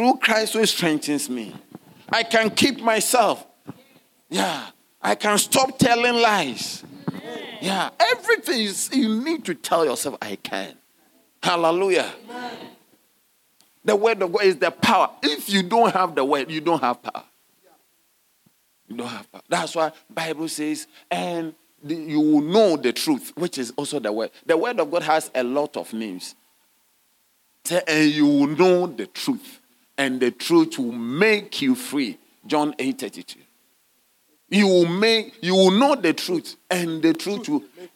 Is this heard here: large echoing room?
yes